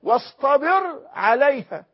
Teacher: لا يكفي أن يقول واصبر، لا يكفي واصطبر على حسب القواعد المألوفة من قواعد الصرف بزيادة تاء الافتعال، لكنه يحول التاء المرققة إلى الطاء المفخمة لتعبر عن قوة التحمل